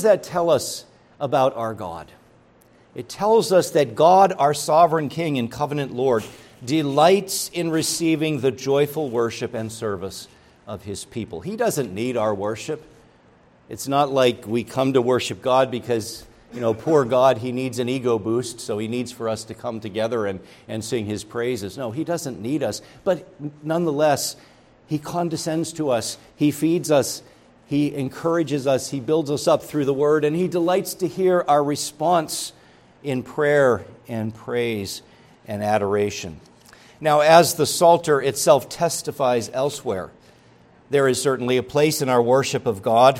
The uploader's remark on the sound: preached at Grace Orthodox Presbyterian Church in Sewickley, PA, during the evening Worship Service on Sunday, May 14, 2023